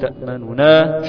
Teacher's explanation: ده فيها وجهين، الوجه الأول إتمام، الوجه الأول الإشمام في النون الأولى، الوجه الثاني الرو الإتيان ببعض من حركة النون الأولى